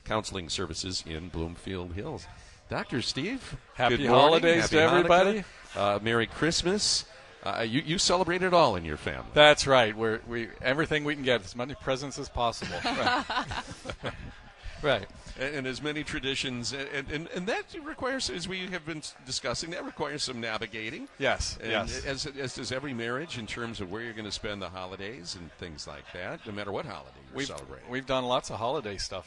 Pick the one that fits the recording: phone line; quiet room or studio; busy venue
busy venue